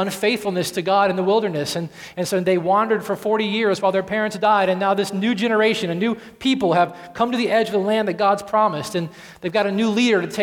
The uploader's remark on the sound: at Redemption Hill Church on Sunday, January 13th, 2013.